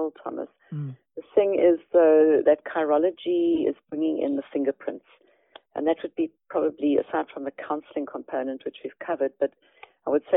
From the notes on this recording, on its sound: Eavesdrop on a telephone conversation